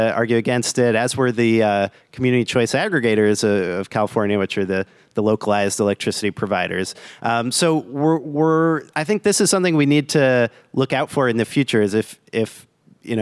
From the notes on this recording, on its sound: This week, we've got a live episode recorded at GTM's storage summit.